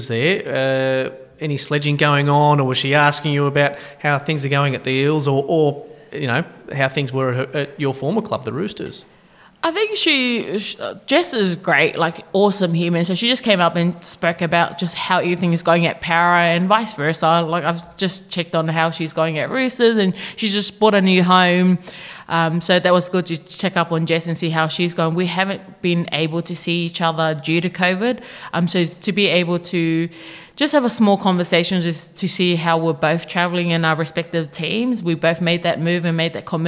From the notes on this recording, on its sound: live from the Fox League launch at Commbank Stadium